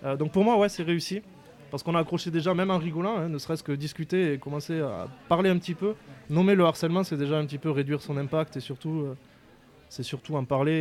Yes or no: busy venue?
yes